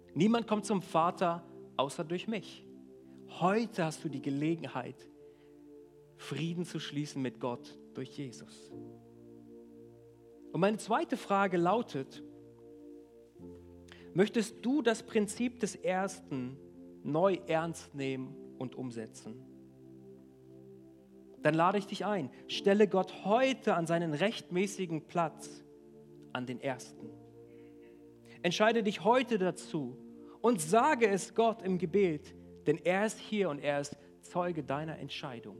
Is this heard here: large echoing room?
yes